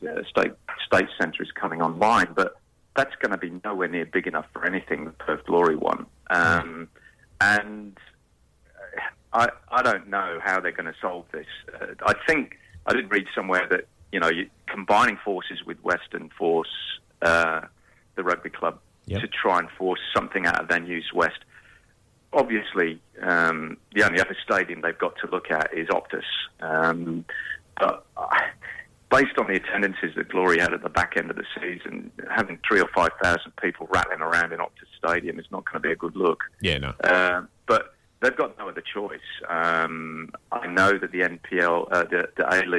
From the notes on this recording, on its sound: Our resident EPL expert is on the phone.